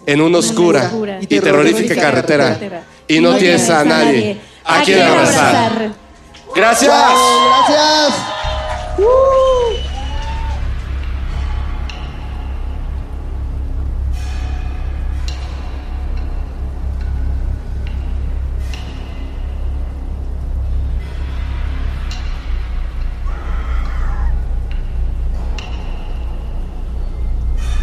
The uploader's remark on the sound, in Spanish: nuestro primer evento en vivo en Spotify